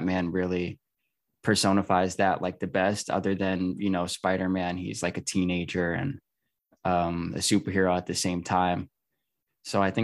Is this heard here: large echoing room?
no